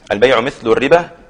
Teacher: يعمل في الميم اماله وليست كسر خالص